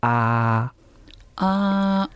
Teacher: まず1つ目は平らな声調と言われる声調です。これはあああ、はい、こういうふうに平らに言いますね